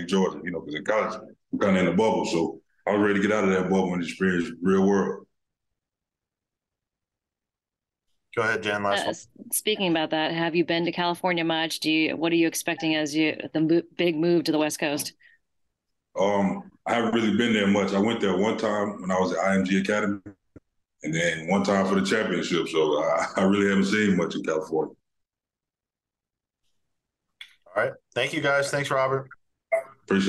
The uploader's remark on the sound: called in for an introductory press conference